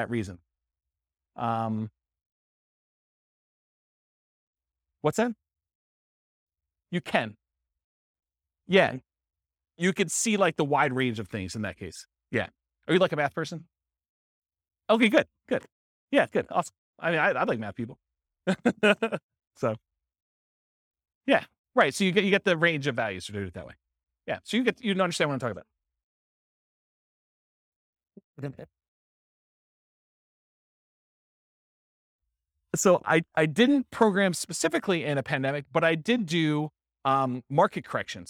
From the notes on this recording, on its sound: This was a live class recorded